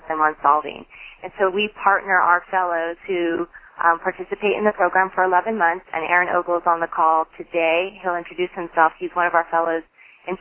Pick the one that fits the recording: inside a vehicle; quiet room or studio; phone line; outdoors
phone line